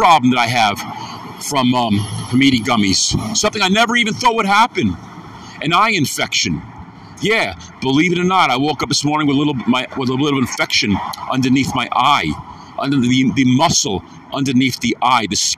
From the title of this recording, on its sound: afternoon walk n talk